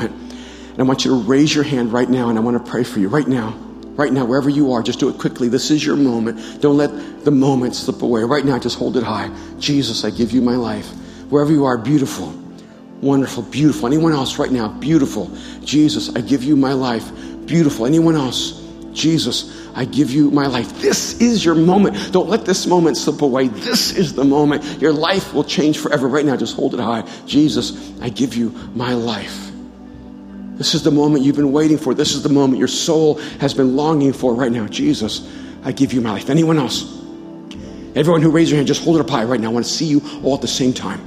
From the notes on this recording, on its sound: At Mosaic Hollywood, 09/30/2018 at the 8pm gathering.